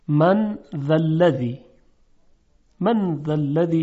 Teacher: خب ببینید ذال یک حرف لطیف و مرقق است، ترقیق میشه، ظریفه. من ذالذی، من زمانی که غنه رو میاریم هدف میگیریم، دهان رو آماده میکنیم برای تلفظ حرف ذال. · Term: اخفای نون